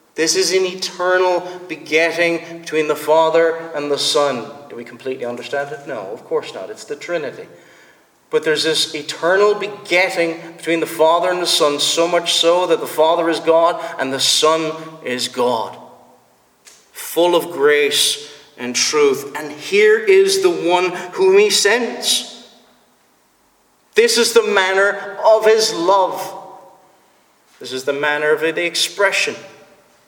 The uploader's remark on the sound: Preached at the Presbyterian Reformed Church, Stockton-on-Tees.